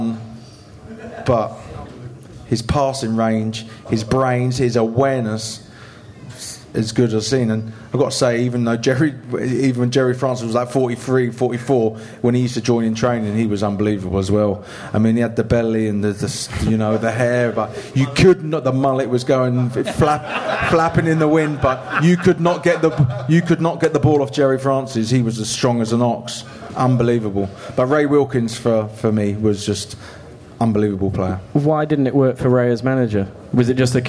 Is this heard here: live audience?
yes